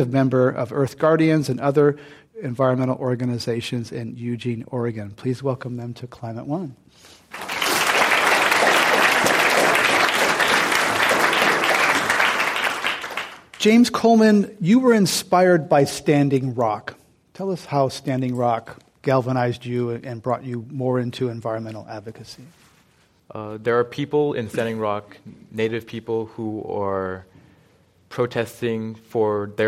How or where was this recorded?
live audience